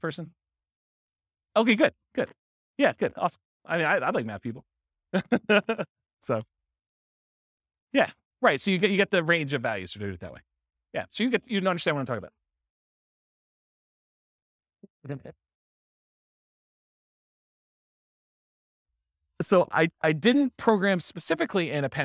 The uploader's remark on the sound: This was a live class recorded